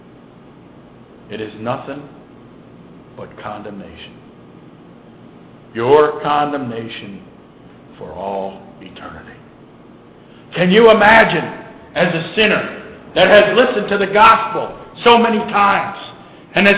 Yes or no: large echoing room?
yes